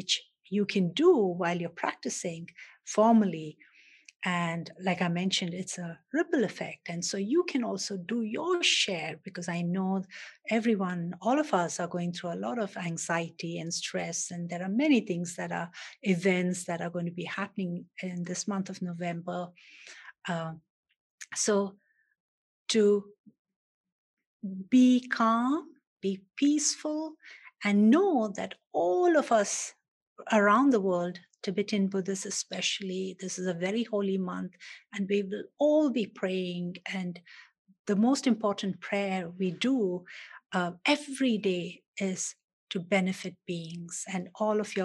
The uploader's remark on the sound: The Rubin Museum presents a weekly online meditation session led by a prominent meditation teacher from the New York area. This podcast is a recording of the live online session and includes an opening talk and 20-minute sitting session.